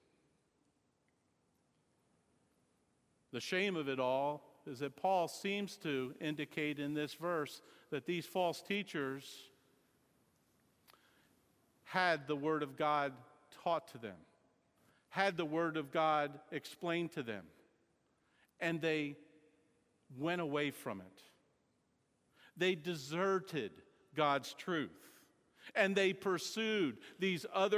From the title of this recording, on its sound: Sermon Audio From Sunday Morning 9.4.16